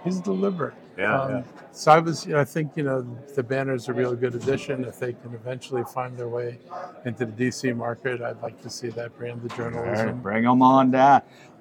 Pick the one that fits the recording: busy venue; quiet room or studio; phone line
busy venue